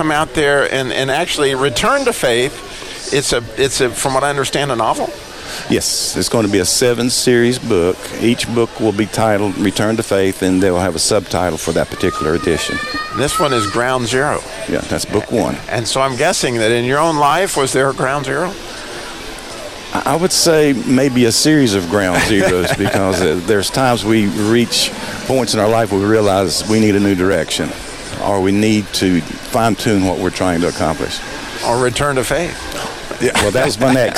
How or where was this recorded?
busy venue